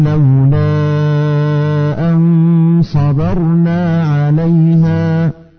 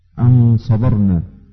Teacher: أن الغنة هنا مفخمة، أن صبرنا يعني دي ناس بتعرفها كتير، لأن احنا قلنا غنة الاخفاء حقيقي الغنة فيه بتتبع ما بعدها، ان كان الحرف اللي بعدها مفخم تفخم الغنة، واذا كان بعدها مرقق ترقق الغنة.